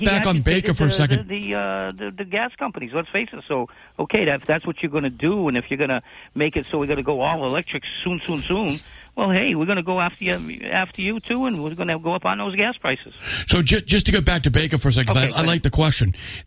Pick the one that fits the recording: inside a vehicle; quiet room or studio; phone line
phone line